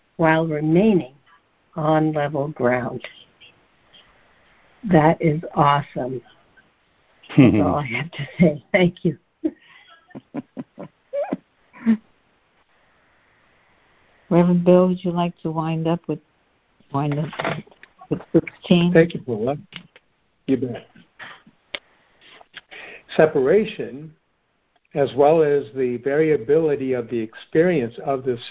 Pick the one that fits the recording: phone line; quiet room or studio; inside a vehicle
phone line